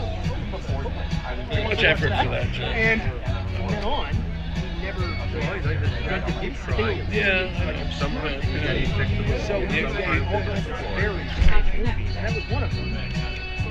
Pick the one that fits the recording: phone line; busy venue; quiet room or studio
busy venue